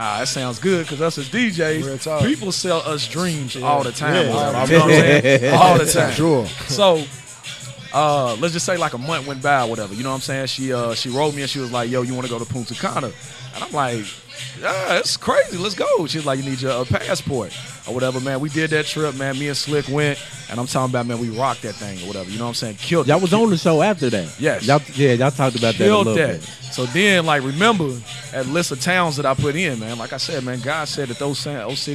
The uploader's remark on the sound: sit down and chat with us while we recorded live